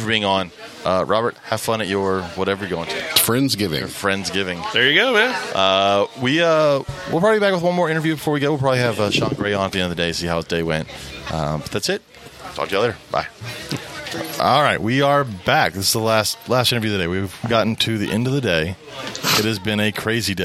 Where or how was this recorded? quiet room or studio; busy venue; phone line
busy venue